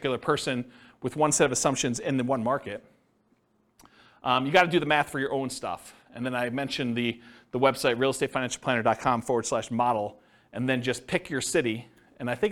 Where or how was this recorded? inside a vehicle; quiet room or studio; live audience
live audience